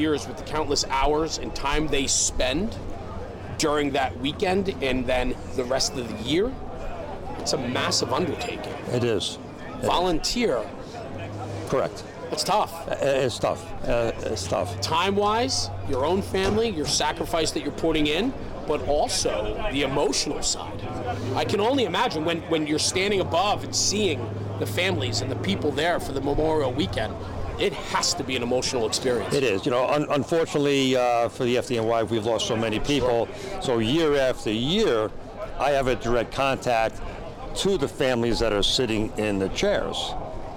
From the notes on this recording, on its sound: At this years' NJ Firefighter's Convention in Wildwood, NJ. This interview was hosted in the Fire and Safety Services exhibit space during the conference.